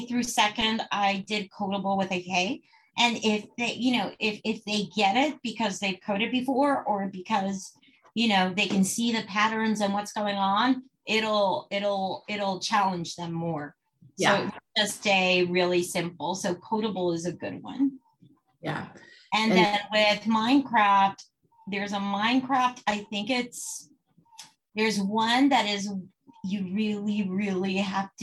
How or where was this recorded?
video call